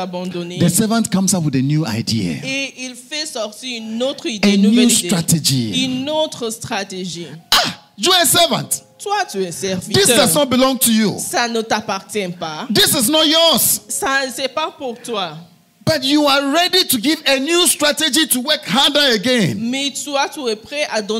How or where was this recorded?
large echoing room